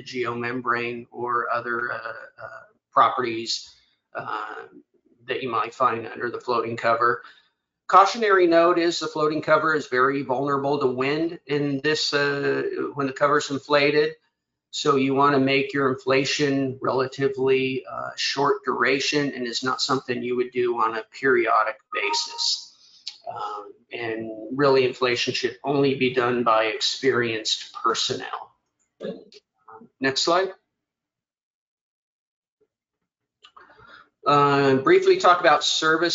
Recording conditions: video call